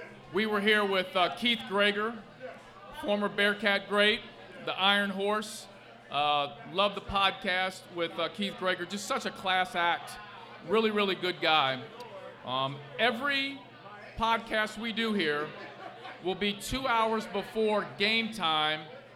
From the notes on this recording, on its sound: LIVE at Mio's in Clifton!